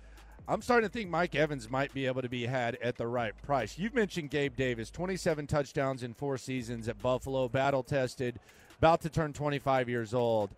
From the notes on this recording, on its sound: Live from Radio Row